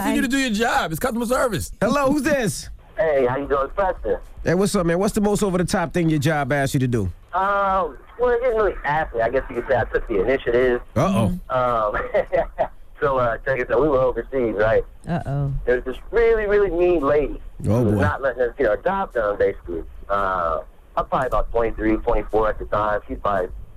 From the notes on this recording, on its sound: We opened up the phone lines.